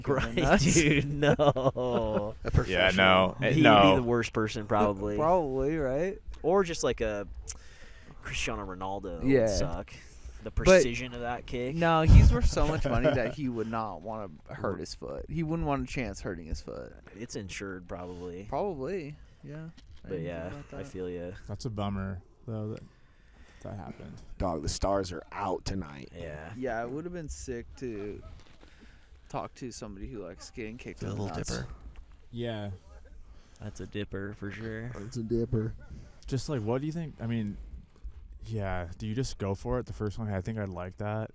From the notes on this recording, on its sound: Recorded this one at Joshua Tree.